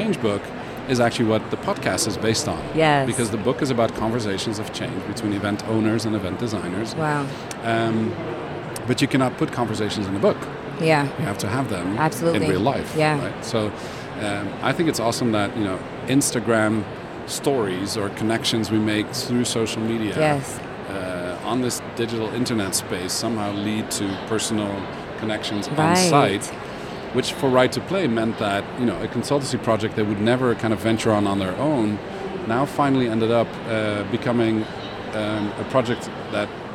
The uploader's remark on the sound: Live from #IMEXAmerica.